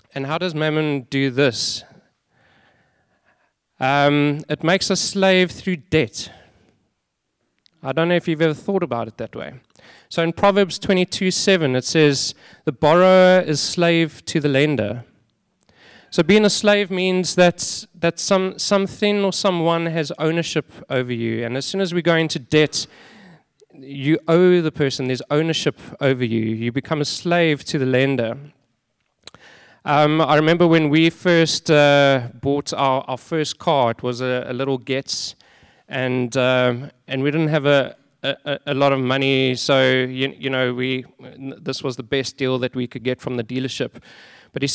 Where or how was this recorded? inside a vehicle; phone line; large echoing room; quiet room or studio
large echoing room